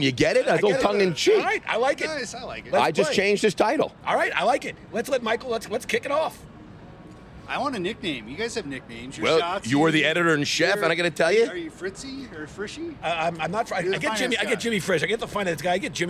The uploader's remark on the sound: LIVE FROM CES IN LAS VEGAS. The buzz on the floor at CES.